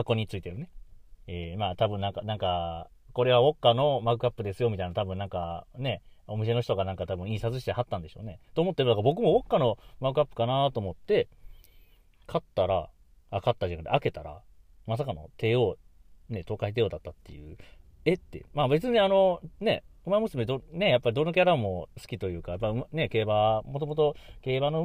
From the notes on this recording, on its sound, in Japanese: とあるお店の駐車場から、、1回録り！